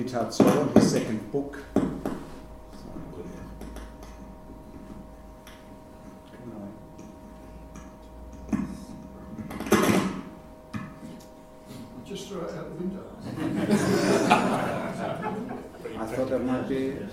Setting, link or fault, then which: setting, large echoing room